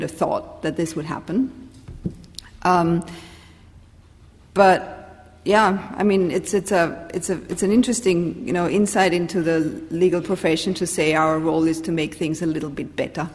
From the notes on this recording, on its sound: At this event, four of our experts will share and discuss their work with the audience